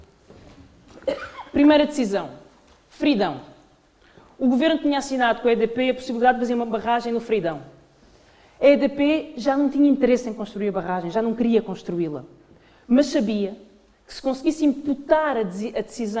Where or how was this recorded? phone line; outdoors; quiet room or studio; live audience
live audience